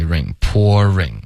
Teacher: 第一是 pour 结尾加一个儿化音 pour 然后再来 ringpouring。OK，还有一个呢是 pour 就开头是一个 o 然后滑到一